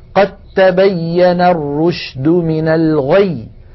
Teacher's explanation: تعالى قد تبين، التقت هنا الدال والتاء وهما من المخرج نفسه، فنحول الدال إلى تاء ثم ندغم التاء في التاء، فيصير النطق بتاء مشددة ولا يبقى للدال أثر